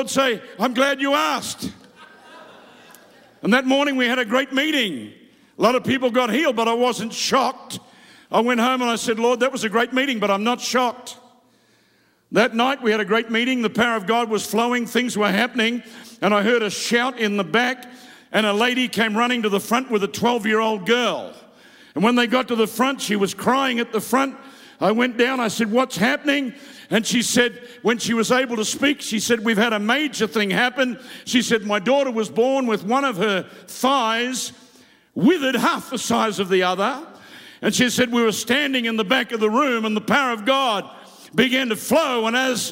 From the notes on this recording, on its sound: Preached live from South Africa.